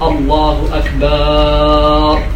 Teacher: وأحيانا بعض الناس قد يشبع الهمزة أي يشبع الفتحة التي على الباء فيجعلها ألف